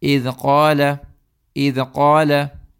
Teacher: there's a slight qalqala that automatically comes because I made this harf shadida